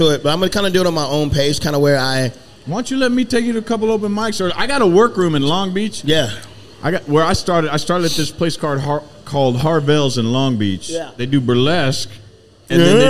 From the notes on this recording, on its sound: Recorded at Party Fowl in Nashville, TN. Recorded at Party Fowl in Nashville, TN.